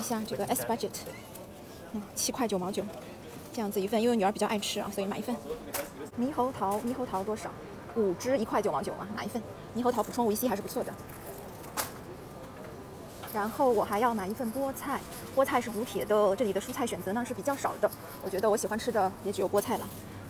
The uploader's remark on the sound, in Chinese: 边走边聊奥地利。